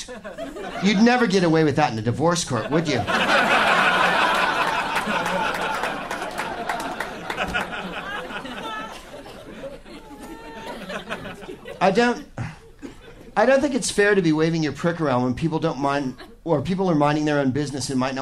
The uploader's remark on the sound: Live from the Punchline in San Francisco